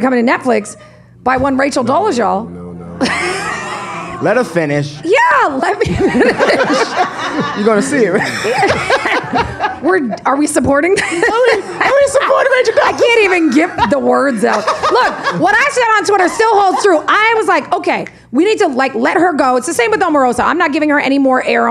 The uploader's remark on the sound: Recorded live at #SXSW in Austin, Texas.